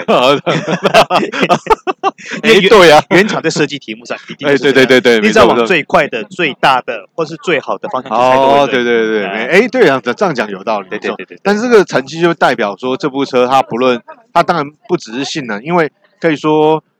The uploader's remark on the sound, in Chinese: 在戶外記者會現場的實地採訪！